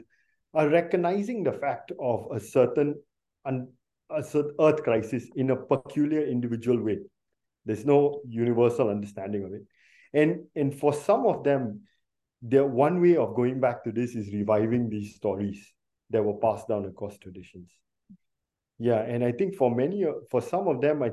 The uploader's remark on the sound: Took place live on Zoom.